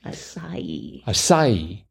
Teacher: I think the stress is on the middle syllable.